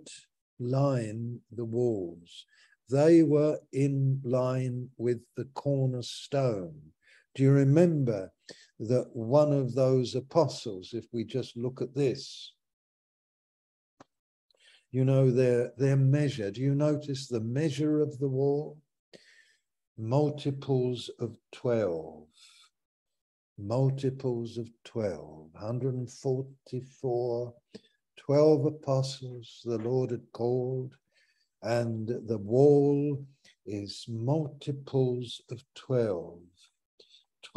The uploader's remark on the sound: Malaysia Meets (Zoom)